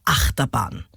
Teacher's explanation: Acht hat die Betonung, Terbahn ist hinten unbetont. · Term: Daktylus